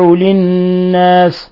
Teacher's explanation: النون حرف غنة مشدد تغن مقدار حركتين